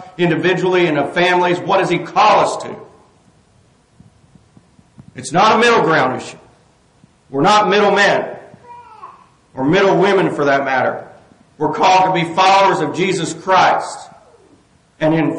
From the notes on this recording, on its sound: This sermon was preached on November 5, 2023 at Catherine Lake Baptist Church